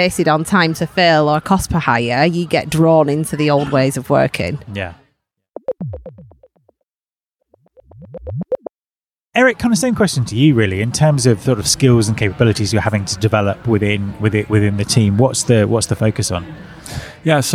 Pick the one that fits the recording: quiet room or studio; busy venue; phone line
busy venue